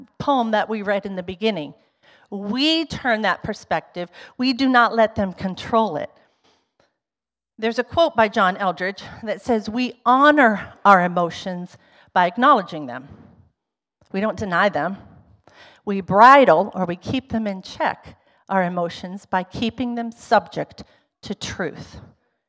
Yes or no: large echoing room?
yes